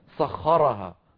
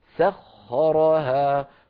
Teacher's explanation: فهنا رقق السين ثم الخاء مفخمة وبعدها الراء مفخمة · Shown in: second take